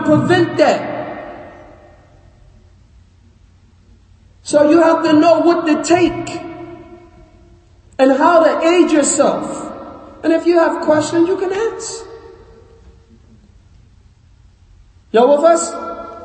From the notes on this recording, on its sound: Lecture given at Masjid Nur Allah, Queens, NY